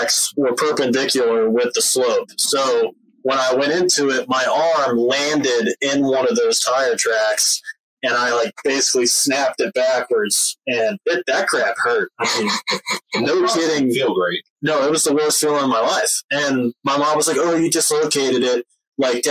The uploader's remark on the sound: Audio took a step back in this one.